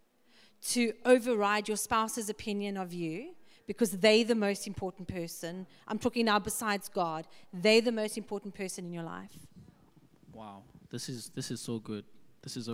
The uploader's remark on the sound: 6PM SERVICE